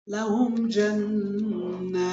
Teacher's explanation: التاء مهموسة وشديدة لا بد أن تسمع عند الوقف عليها